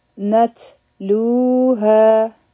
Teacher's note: به نون او تا یو ځای کوو هوا به جاری ساتو لو او ها دواړه مدی طبیعي دی دوه دوه حرکه به یې راکاږو